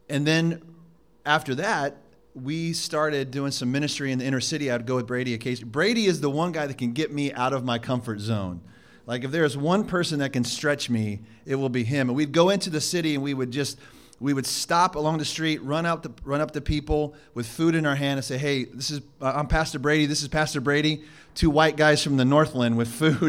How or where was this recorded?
large echoing room